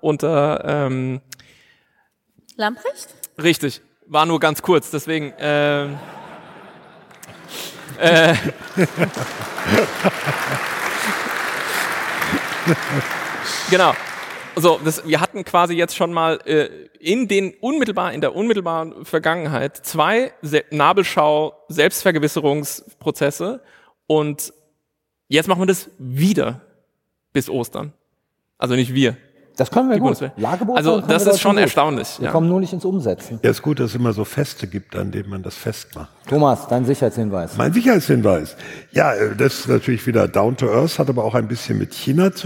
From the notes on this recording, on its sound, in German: Live vor Publikum im WDR Sendesaal in Köln.